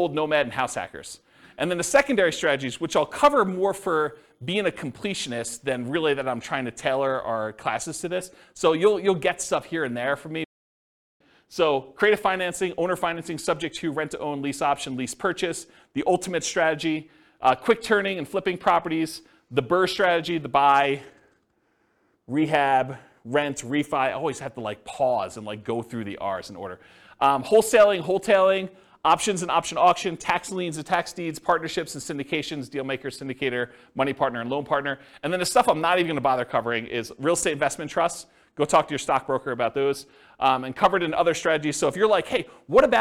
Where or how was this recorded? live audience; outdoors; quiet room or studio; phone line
live audience